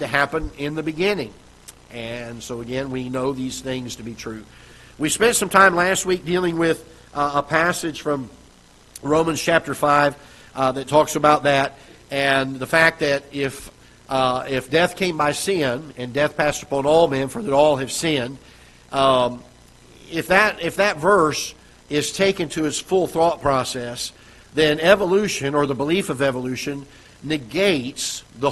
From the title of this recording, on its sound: Ketha Heights Baptist Church ~ Live Broadcast